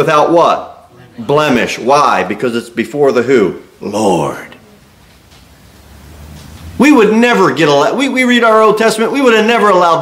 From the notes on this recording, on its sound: Sermon delivered at Pilgrim Baptist Church.